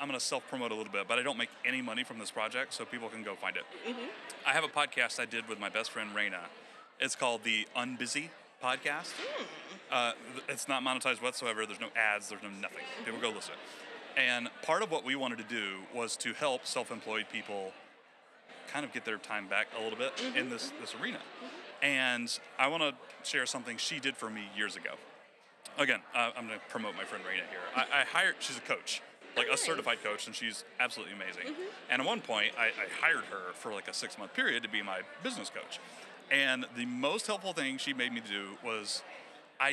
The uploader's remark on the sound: Join us live from FinCon 2023.